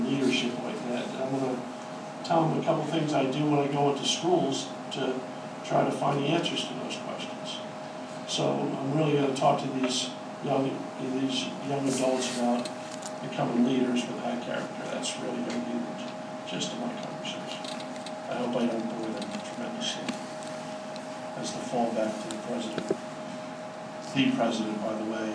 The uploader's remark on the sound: Hosted a news conference.